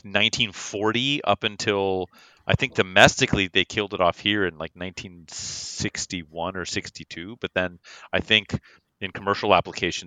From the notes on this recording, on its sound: sound a bit different, it's because I was visiting his house and we were Lady and the Tramping the microphone.